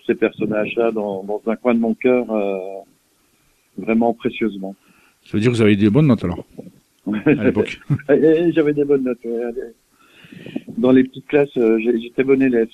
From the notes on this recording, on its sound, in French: reçoit par téléphone